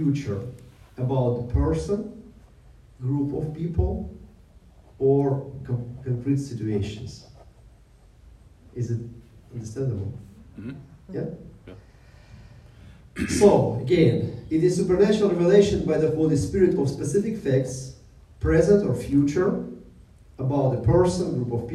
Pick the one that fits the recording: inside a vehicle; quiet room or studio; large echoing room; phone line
large echoing room